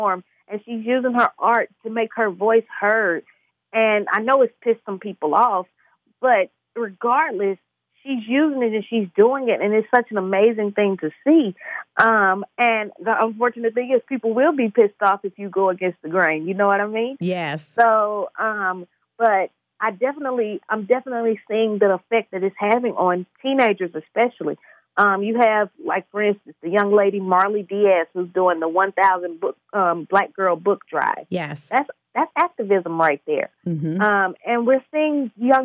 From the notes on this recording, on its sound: via phone line